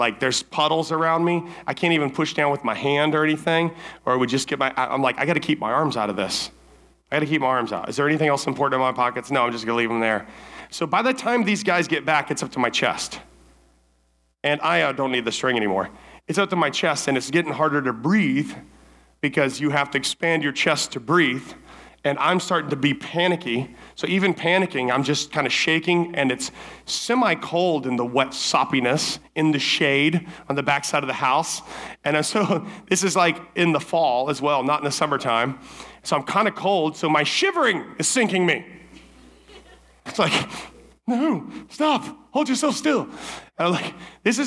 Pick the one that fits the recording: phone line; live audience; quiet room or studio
live audience